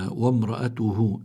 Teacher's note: وامرأته، الراء هون مفتوحة يعني عليها فتحة، والراء إذا كانت مفتوحة أو مضمومة لابد من تفخيمها يعني من مطلقا. وامرأته، الهاء هون هاء ضمير، ما قبلها متحرك ما بعدها متحرك، فبيكون عندنا مد صلة، وهون الصلة صغرى لأنه لم يأتي بعدها همزة.